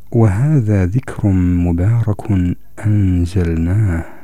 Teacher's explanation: إدغام التنوين في الميم، الغنة فيه كاملة